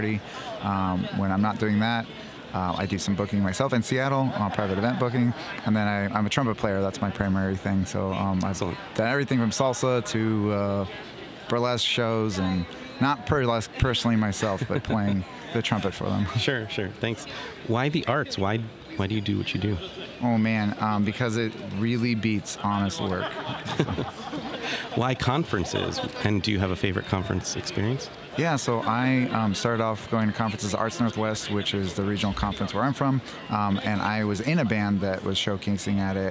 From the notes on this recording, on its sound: Live From Our Booth at MAX Part 2. We are back with the rest of booth interview from MAX!